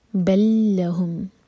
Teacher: لام اور لام مرج ہو رہے ہیں، لام کا ادغام، ادغام متماثل، تو لام کو دو بار نہیں پڑھا جائے گا. بل لہم، بل لہم غلط ہوگا، یہ بل لہم.